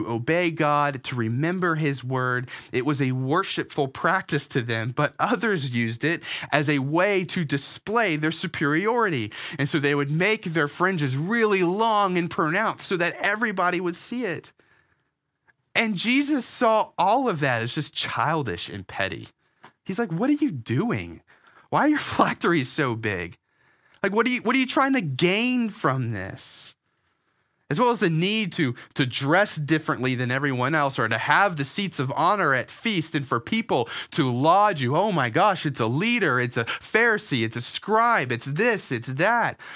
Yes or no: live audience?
no